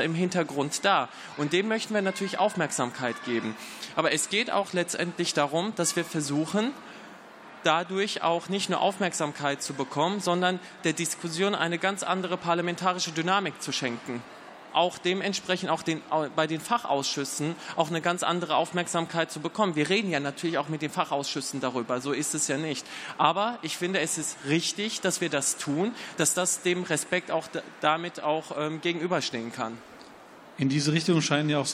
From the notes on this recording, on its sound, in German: Podiumsdiskussion des Petitionsausschusses